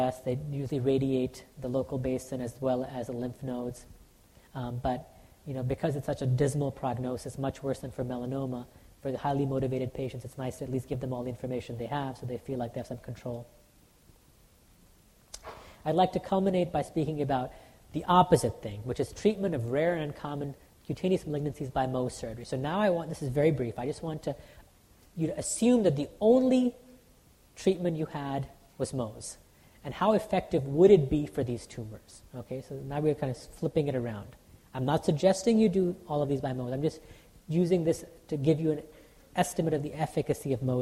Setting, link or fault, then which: setting, live audience